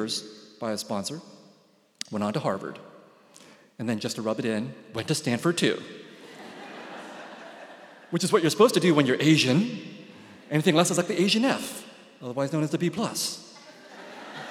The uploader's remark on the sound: He spoke at this Seattle Arts & Lectures event at Benaroya Hall on May 7.